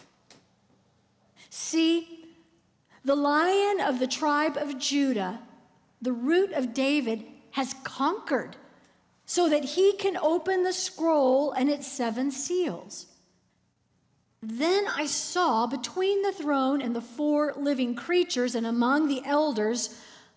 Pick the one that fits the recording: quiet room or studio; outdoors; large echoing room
large echoing room